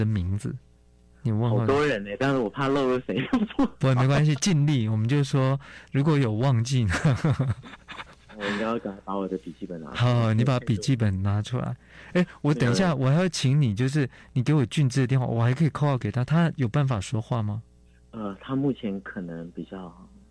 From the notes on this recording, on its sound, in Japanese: 電話訪問